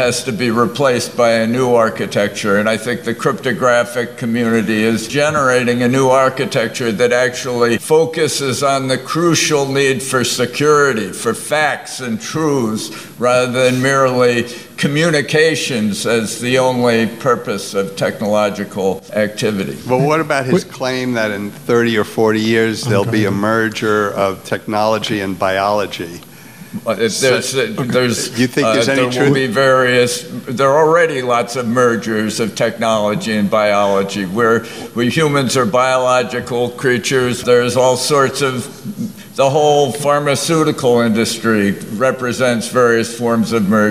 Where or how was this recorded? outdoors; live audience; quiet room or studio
live audience